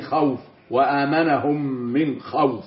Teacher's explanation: لو وقعت الواو والياء ساكنتان مفتوح ما قبلهما، مثل ولا سوف، ولا سوف، وزي خوف وامنهم من خوف، لا يتحقق فيها مد · Term: حرف لين